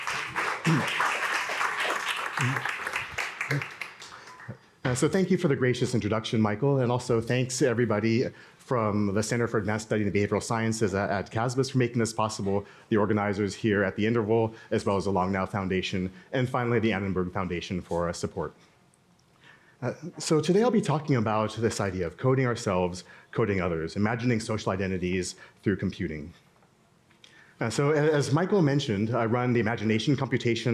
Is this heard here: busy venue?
yes